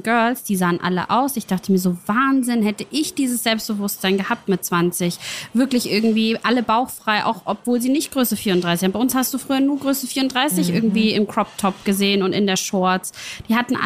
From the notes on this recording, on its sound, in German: Ja, ihr hört’s - der Wiesn! In authentischster Paulanerzelt-Atmosphäre mit perfektem Blick aufs feiernde Publikum.